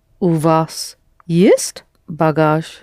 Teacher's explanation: Only please will you raise your voice only on one word, есть?